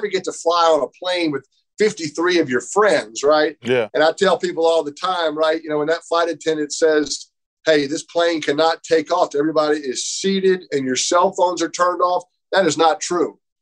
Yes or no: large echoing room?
no